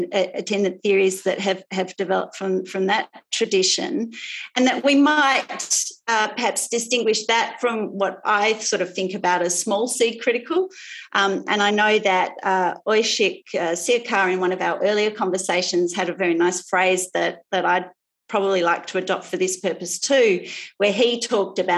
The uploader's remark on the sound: Festival Of Conversations. Panelists engaged in a live online conversation. Inviting the audience to participate in an interactive discussion.